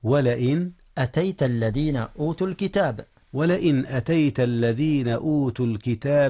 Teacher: أولا، قال الله تبارك وتعالى: ولئن أتيت. إن إظهار، إظهار النون قبل الهمزة، والهمزة من أحرف الحلق